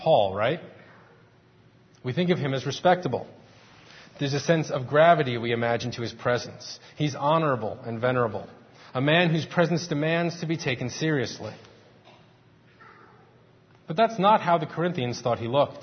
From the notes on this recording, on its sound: Faith Presbyterian Church – Morning Service